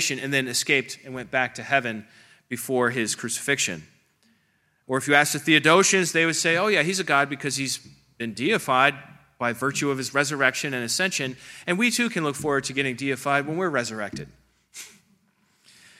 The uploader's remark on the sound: This presentation is from the 3rd Unitarian Christian Alliance Conference on October 20, 2023 in Springfield, OH.